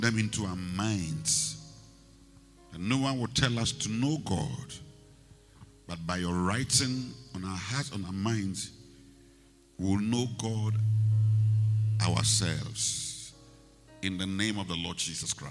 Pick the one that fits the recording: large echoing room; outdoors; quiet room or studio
large echoing room